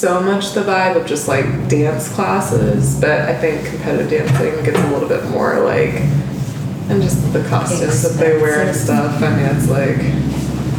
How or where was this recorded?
busy venue